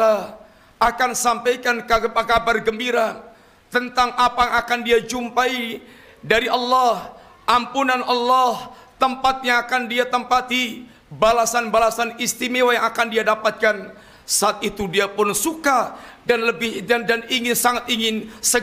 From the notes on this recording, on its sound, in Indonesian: Ini adalah rekaman live Khutbah Jumat